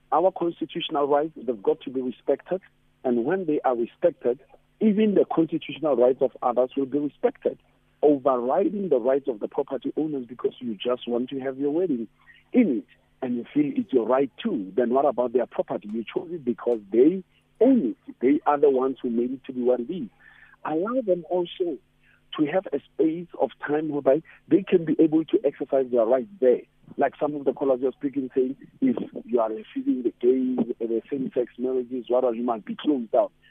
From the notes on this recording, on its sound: Guest on the phone